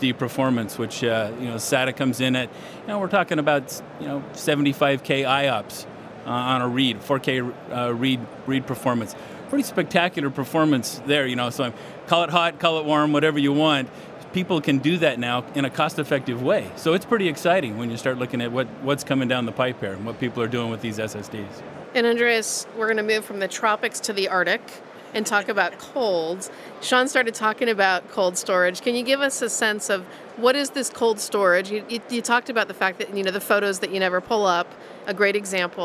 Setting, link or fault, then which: setting, busy venue